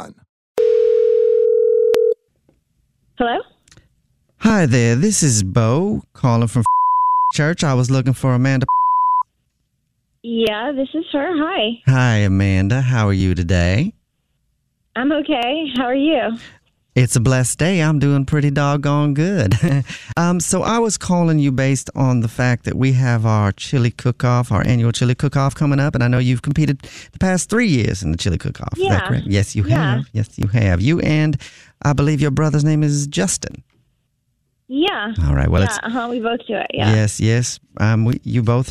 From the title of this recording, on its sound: Phone Prank